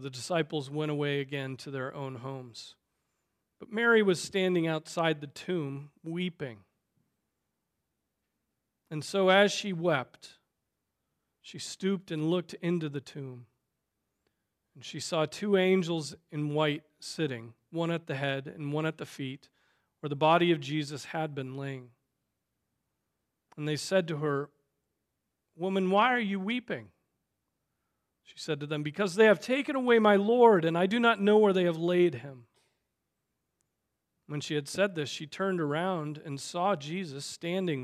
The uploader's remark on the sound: Preached on September 3, 2023 at Trinity Presbyterian Church ( Evangel Presbytery ) in Spartanburg, SC.